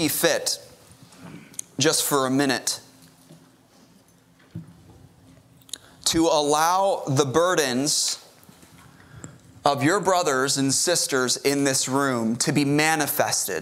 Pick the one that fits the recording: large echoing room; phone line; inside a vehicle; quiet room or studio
large echoing room